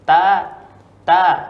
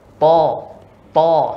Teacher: Ta ujung lidah bertemu dengan pangkal gigi seri bagian atas ta ta to juga sama cuman yang membedakan adalah sifatnya kalau ta ya tanpa isti'la dan itbaq sedangkan to dia isti'la dan itbaq